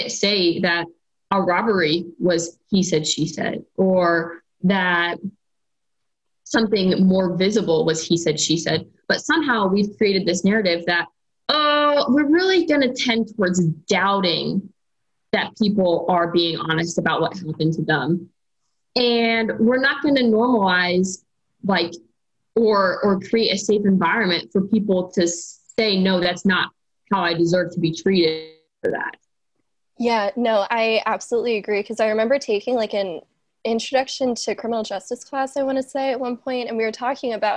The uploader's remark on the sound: This episode was recorded remotely via Zoom for safety during the pandemic, so there might be inconsistencies in the sound.